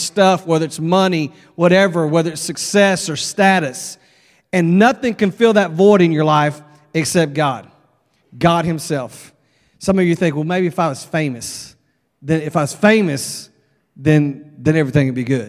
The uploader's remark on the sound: at Broadway Baptist Church, Lexington, Kentucky